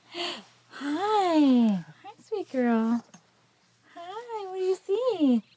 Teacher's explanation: So I heard sort of a breathy quality to this, a breathiness.